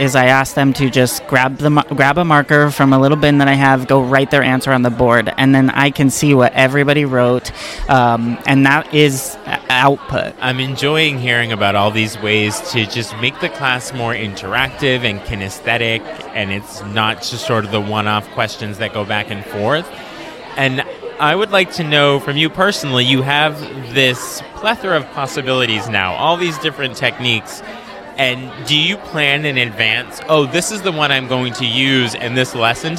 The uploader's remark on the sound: We recorded this episode live in the Exhibits Hall at the MaFLA conference in October. We had lots of spectators stop by to see how it all works and what it looks like to record an episode. I kept the background sound of the exhibit hall excitement in so that you can feel the energy that we did.